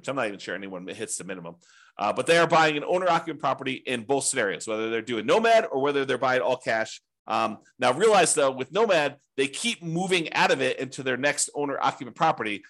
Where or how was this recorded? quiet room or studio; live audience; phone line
quiet room or studio